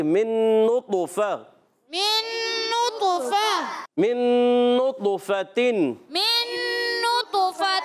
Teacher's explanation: فا پر زبر حرکت ہے، فا کا مگر اوپر والے دانتوں کے کنارے نیچے والے ہونٹ کے تر، اس سے فا ادا ہوتا ہے